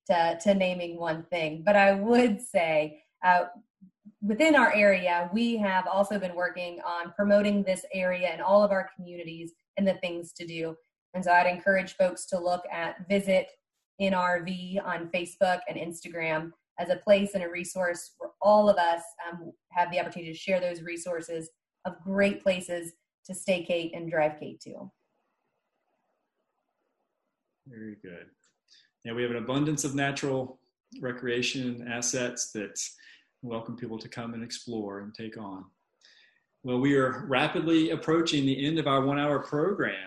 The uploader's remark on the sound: COVID-19 Virtual Town Hall meeting - Local/Small Business.